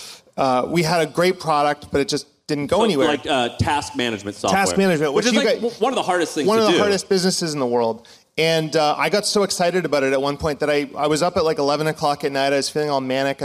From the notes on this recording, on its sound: My First Million Live Event. (Austin, Texas). In Austin, TX for a live MFM event.